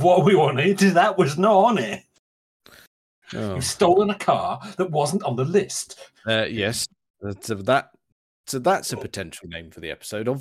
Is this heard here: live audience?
no